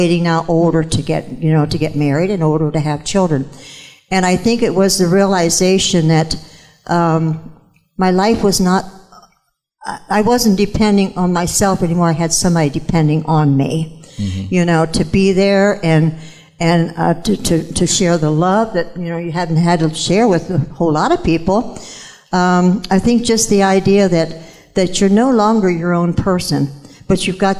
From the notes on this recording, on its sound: Live from The Summit Church in Dover, OH